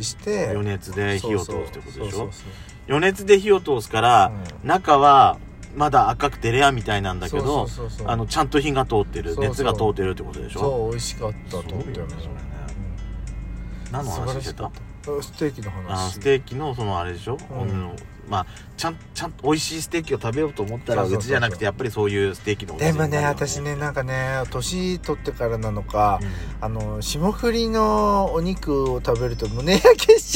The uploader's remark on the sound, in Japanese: 2人組。パーキング収録。